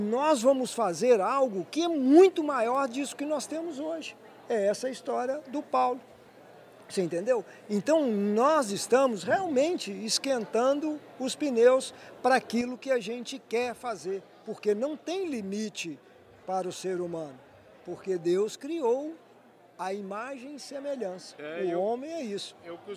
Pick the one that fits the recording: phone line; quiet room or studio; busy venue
busy venue